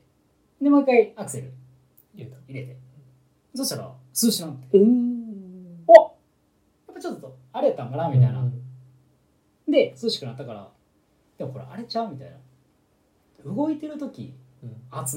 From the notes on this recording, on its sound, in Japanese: おそらくいつもより音質悪いと思います。